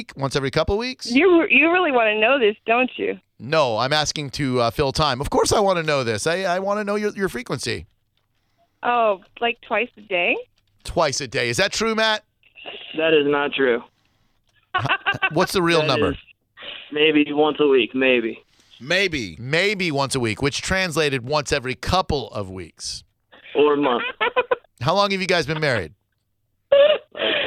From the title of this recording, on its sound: a woman called